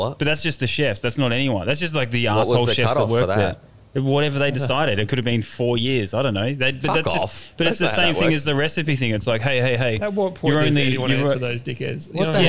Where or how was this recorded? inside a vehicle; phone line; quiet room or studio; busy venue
busy venue